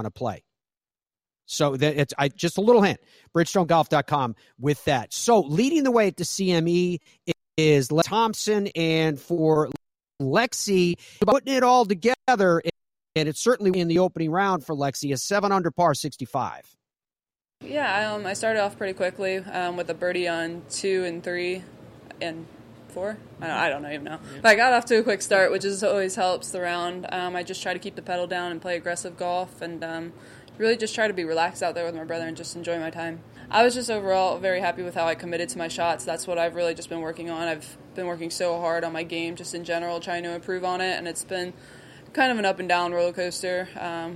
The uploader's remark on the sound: Broadcasts live from the PGA Tour Superstore.